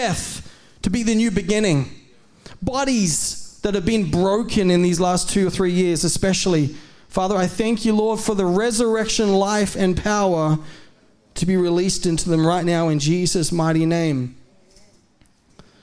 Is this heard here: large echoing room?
yes